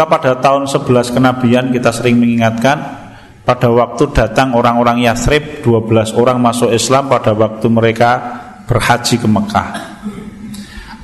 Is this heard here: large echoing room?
yes